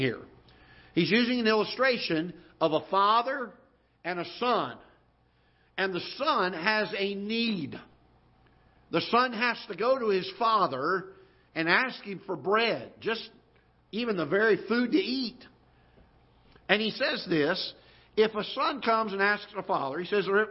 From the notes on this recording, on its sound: Ketha Heights Baptist Church ~ Live Broadcast.